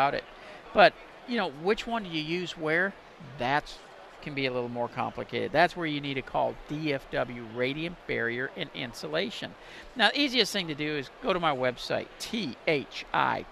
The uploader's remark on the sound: live from NRG